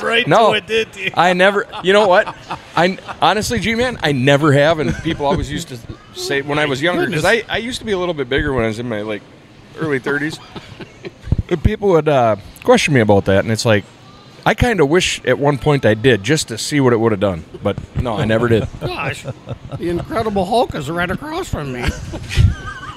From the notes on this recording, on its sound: Record live from Hy-Vee for the release of Man Cave Light in 4-packs!